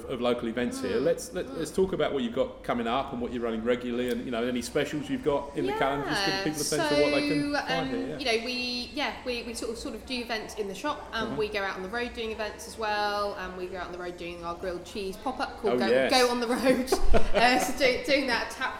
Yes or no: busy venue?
yes